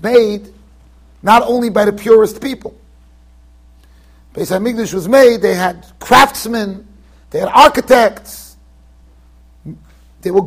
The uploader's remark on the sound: Shiur recorded in Yeshivas Ohr Reuven, Monsey NY.